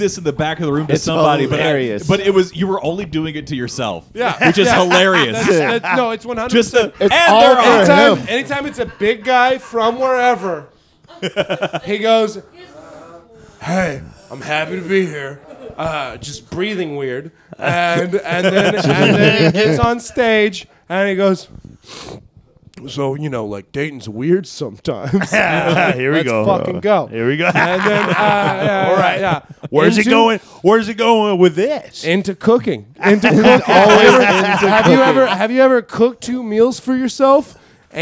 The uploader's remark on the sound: We go live on location at the Beautiful Isla Grand Resort in Padre Island. This was a party on the air.